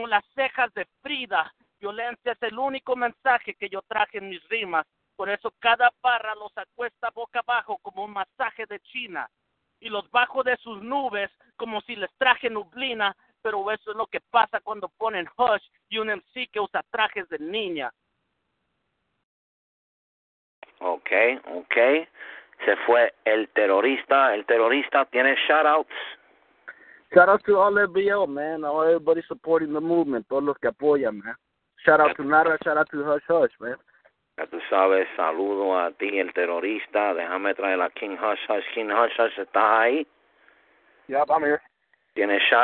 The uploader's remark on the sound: 3 way phone battle